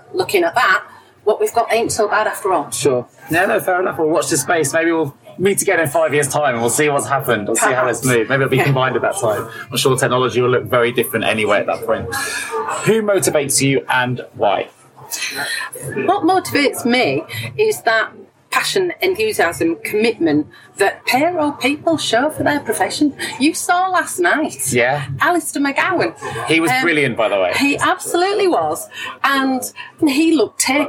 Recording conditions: background noise